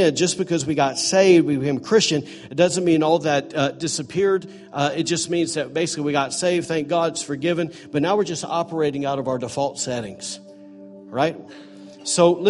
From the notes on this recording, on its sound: recorded on Sunday, January 28, 2018, during morning services at The ANCHOR Church in Rockport, Maine